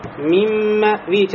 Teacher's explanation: Юра фатхуль мим бимикдару харакатин вахида. То есть необходимо мим произнести с фатхой в слове мимме, вторая мим имеется в виду, и протянуть здесь, да, одну огласовку